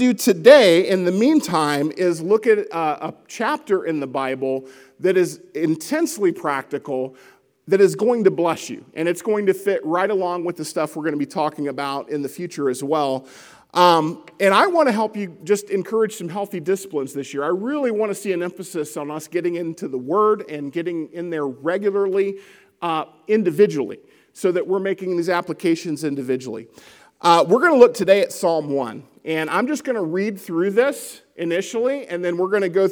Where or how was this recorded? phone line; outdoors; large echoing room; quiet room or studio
large echoing room